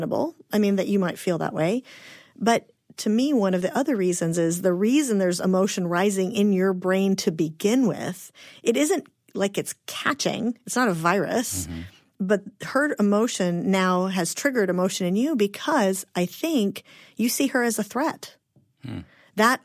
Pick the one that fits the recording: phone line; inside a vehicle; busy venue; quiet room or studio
quiet room or studio